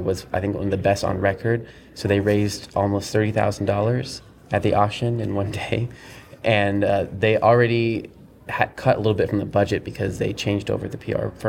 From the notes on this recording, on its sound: we go LIVE from this year’s Transworld’s Halloween & Attractions Show in St Louis